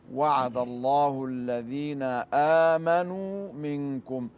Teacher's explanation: والواو في آمنوا مد طبيعي لا يزاد المد فيها عن حركتين